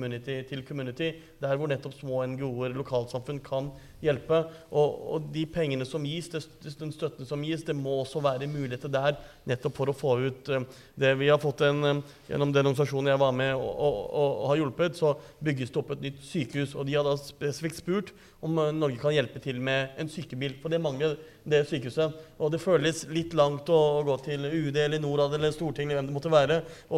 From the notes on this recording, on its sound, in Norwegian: Live fra Stortinget. Arrangerte SMB Norge et seminar på Stortinget. Dette er et live-opptak, med en politisk debatt.